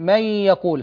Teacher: تدغم النون في الياء، يعني تدخل في الياء، فننطق الحرفين حرفا واحدا مشددا · Term: الإدغام